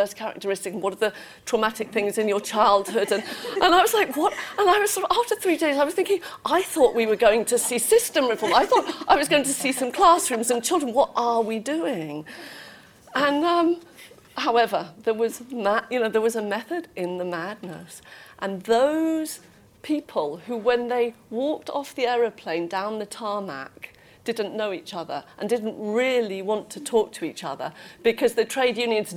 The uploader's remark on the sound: This episode is a recording of a panel conversation that took place at the University of Oxford’s Blavatnik School of Government during the RISE Annual Conference in September 2023. For the purposes of clarity and length, this podcast is an edited version of the conversation.